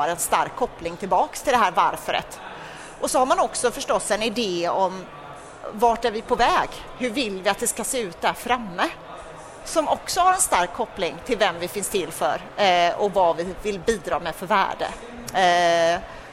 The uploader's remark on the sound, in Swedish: Detta avsnitt är det andra, av tre, som spelats in live på Kvalitetsmässan i Göteborg.